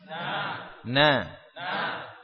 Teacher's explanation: Kita baca huruf nun. Ujung lidah dengan gusi, ya, dengan gusi atas